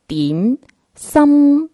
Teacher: 这两个字最后都是闭口的，就是双唇是闭合起来的